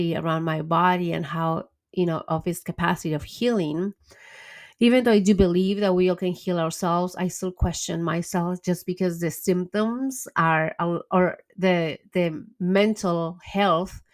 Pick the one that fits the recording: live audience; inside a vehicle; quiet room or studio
quiet room or studio